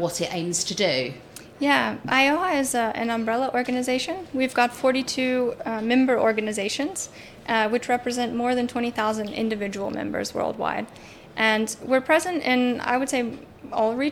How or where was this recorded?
busy venue